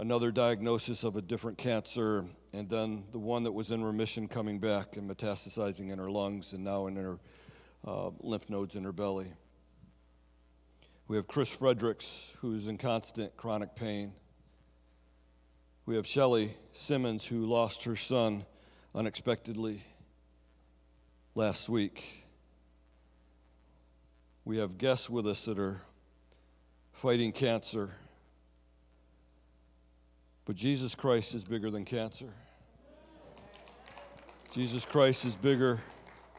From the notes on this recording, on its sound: Sunday Service Recording